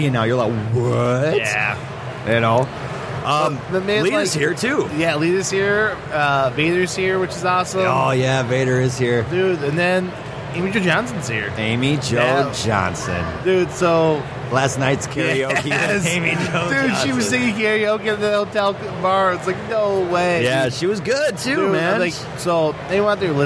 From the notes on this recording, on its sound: Live from Motor City Comic Con 2017.